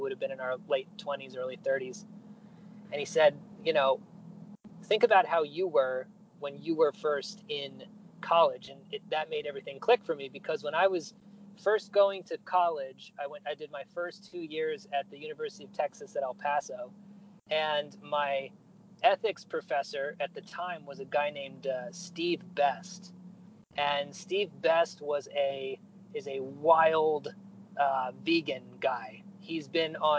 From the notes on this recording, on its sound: Record my end from inside my 2005 Nissan Altima. I drive around OKC, noting the things that I see.